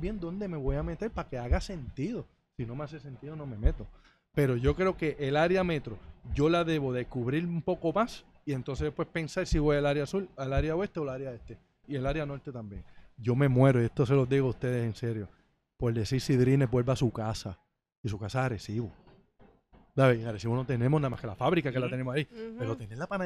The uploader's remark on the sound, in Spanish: visitaron el nuevo local de SOBAO by Los Cidrines en Santurce